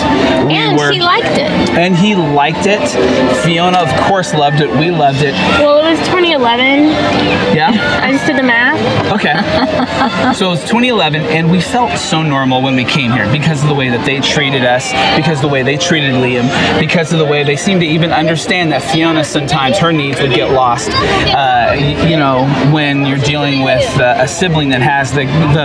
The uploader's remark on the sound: Street Party live in Magic Kingdom! Live From Magic Kingdom: Move It! Shake It! MouskeDance It! Street Party.